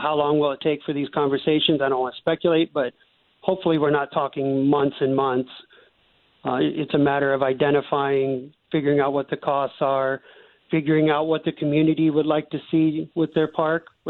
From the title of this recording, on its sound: gets the Mayor on the phone